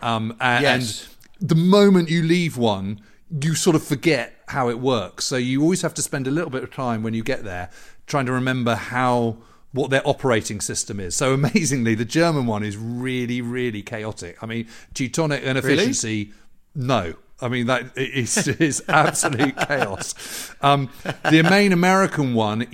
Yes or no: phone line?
no